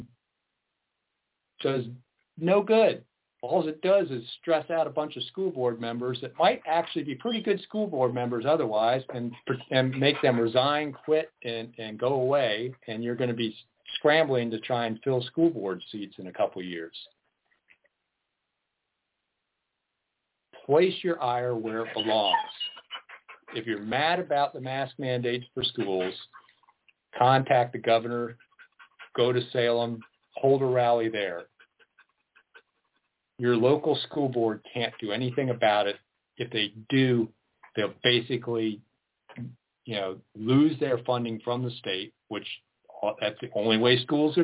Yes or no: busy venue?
no